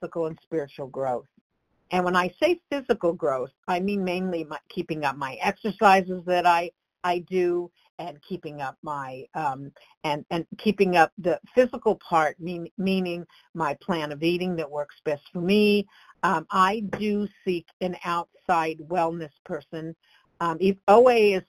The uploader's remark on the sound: from the 100 Pounders Phone Meeting